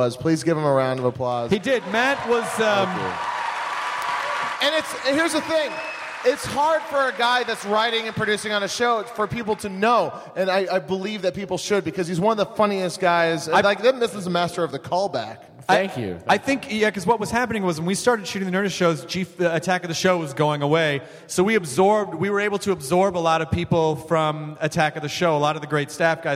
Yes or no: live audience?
yes